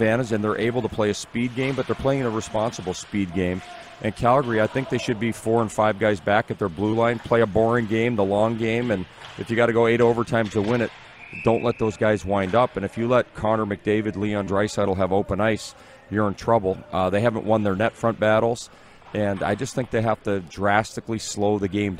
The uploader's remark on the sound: We are LIVE from the city of Estevan, Saskatchewan for the 2022 CJHL Centennial Cup Junior Hockey Championship. Including some LEGENDS joining us on video chat!